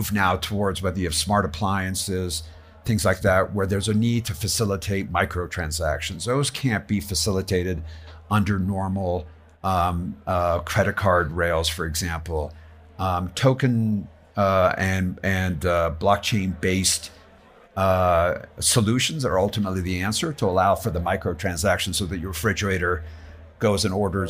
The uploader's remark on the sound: A live recording at The Hub by Casper Labs during the WEF's Annual Meeting at Davos 2024. Davos, Switzerland. They engage in a live podcast session.